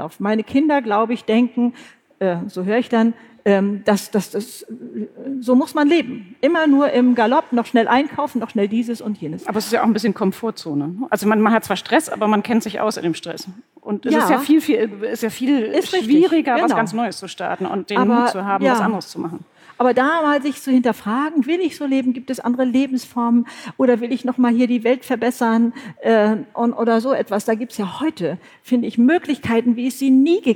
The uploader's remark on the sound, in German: Live vor Publikum! Live-Podcast vom BRIGITTE Academy Job-Symposium. Beim großen BRIGITTE Academy Job-Symposium im September 2019 in Mainz war es so weit.